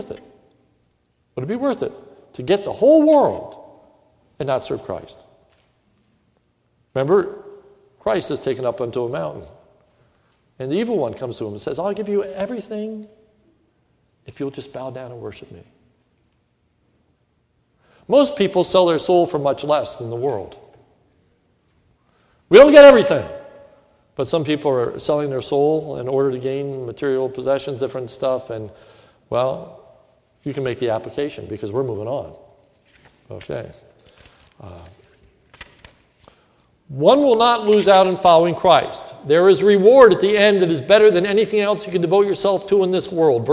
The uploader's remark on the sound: This is a sermon recorded during the evening service at Lebanon Bible Fellowship Church in Lebanon, PA.